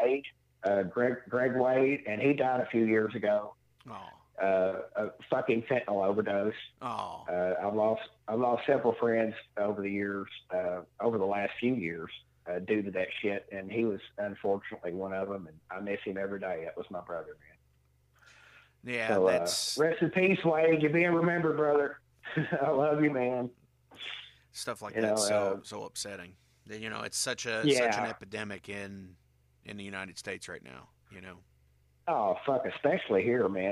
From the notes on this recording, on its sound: calls